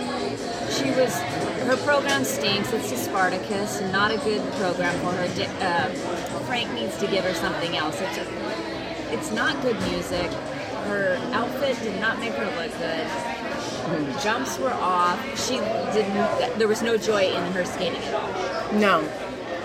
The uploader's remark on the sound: If we’re a little hard to hear, it’s because we’re podcasting from the McCormick &#38; Schmick’s across from the Fairmont Hotel, and we’re not going to let a little thing like room noise get in the way. Nationals in San Jose, California. If we’re a little hard to hear, it’s because we’re podcasting from the McCormick & Schmick’s across from the Fairmont Hotel, and we’re not going to let a little thing like room noise get in the way.